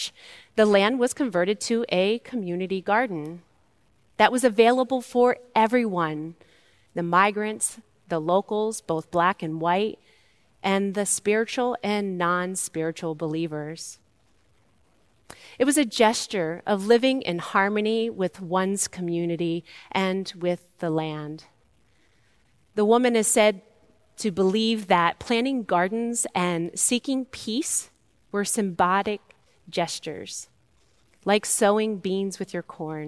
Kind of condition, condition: setting, large echoing room